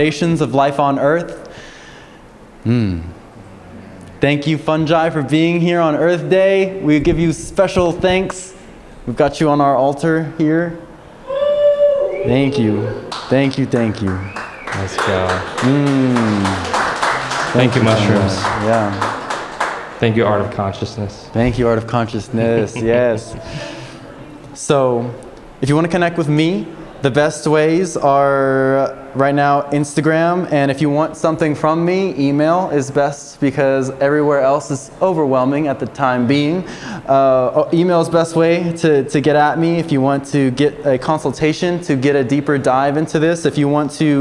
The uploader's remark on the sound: On this very special live episode recorded at Art of Consciousness, an Earth Day Celebration of Visionary Art, Music and Culture in San Antonio.